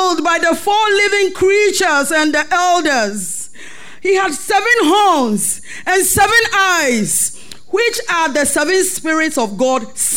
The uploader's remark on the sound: Sermon preached at CBC Shiashie Campus